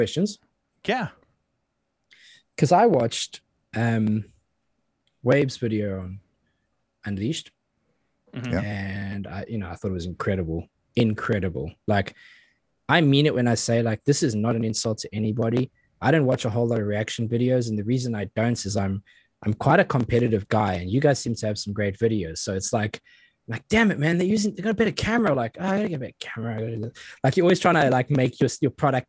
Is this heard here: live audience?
no